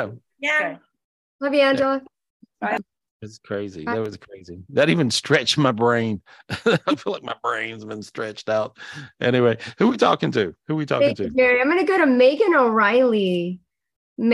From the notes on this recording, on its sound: This was recorded LIVE on Zoom on September 30th, 2023.